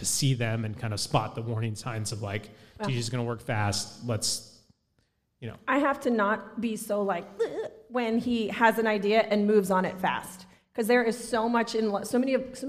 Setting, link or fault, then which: setting, live audience